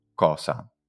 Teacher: i latini fuori della città di Roma avevano già chiuso il dittongo au in o, era una o lunga, quindi invece di causa dicevano cosa.